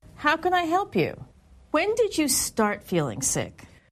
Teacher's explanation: When she asked a question that began with when or how, her intonation was falling